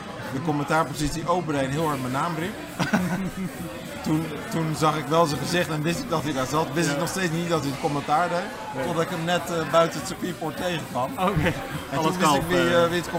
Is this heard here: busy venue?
yes